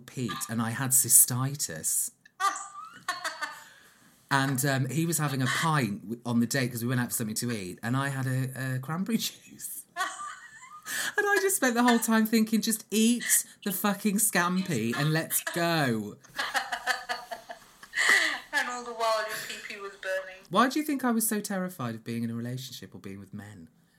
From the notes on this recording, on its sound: Apologies for the slight feedback, we had technical problems!